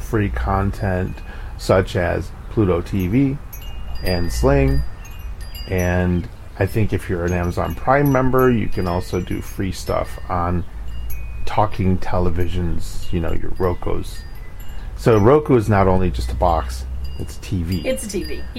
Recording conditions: outdoors